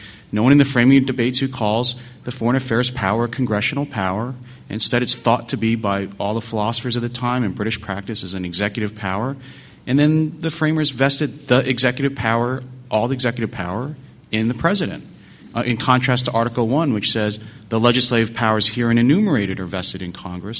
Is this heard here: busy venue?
yes